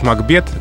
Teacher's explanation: по правилам произношения в английском языке надо говорить «Макбет», приставка «Мак» никогда не бывает ударной